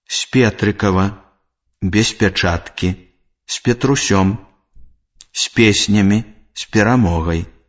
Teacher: Звонкі зычны «з» перад мяккімі зычнымі «п», «с», «ц» аглушаецца і вымаўляецца мякка.